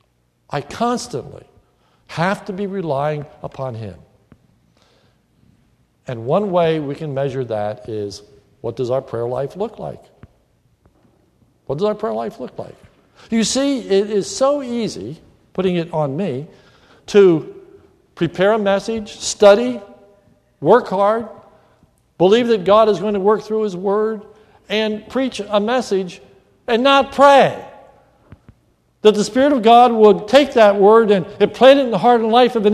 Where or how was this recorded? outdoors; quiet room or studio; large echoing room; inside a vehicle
large echoing room